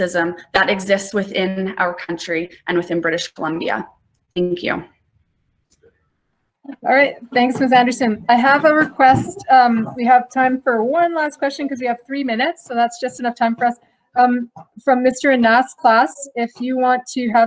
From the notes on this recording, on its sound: This is a special episode of the Thundercast featuring the full audio of the virtual all candidates forum.